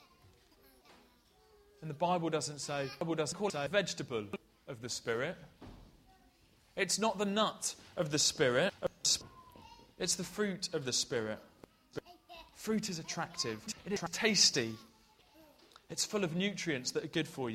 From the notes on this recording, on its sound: This talk was broken into 3 parts throughout the service, separated by songs, games and puppets! Preached at Colchester Road Baptist Church, Ipswich.